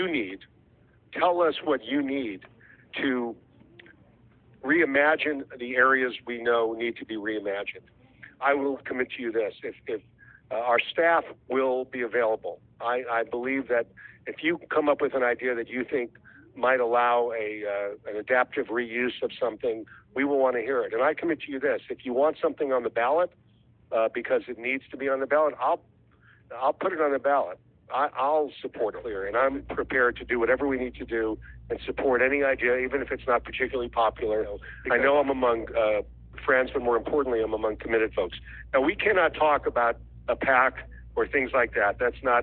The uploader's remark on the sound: A leaked recording of a call to raise funds for a PAC in the 2021 city of Miami Beach elections.